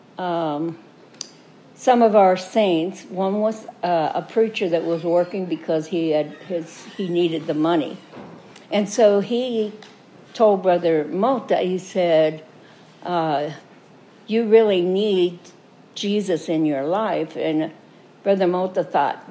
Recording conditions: large echoing room